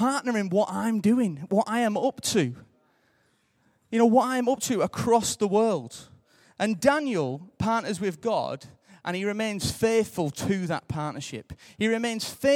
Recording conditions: large echoing room